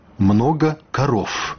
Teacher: Яны абодва вымаўляюцца пры дапамозе ніжняй губы і зубоў. Па-расейску скажуць «карова», «много каров», гук «ф» у канцы.